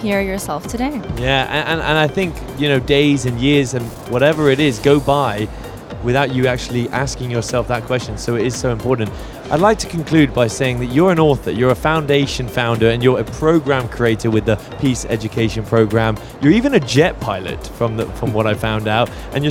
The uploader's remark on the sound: Live From SIBF 2023